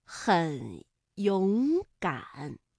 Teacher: 是中间那个字变成了二声，其他不变